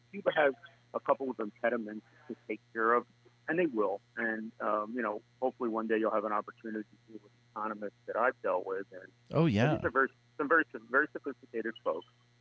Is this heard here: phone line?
yes